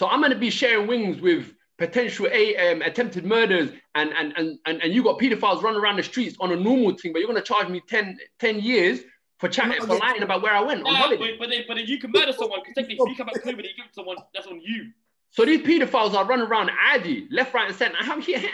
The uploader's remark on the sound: As quarantine continues the Zoom talk continues.